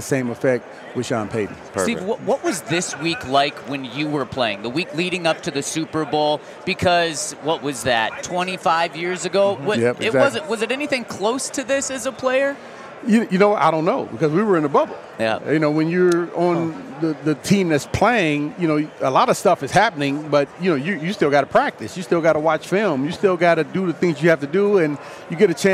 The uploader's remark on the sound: LIVE from Super Bowl Radio Row